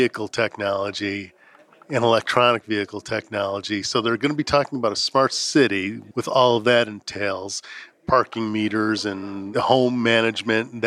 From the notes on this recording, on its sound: Reporting live from the Consumer Electronics Show in the Mojave Desert. Also, a live interview with executives from Infineon and Texas Instruments.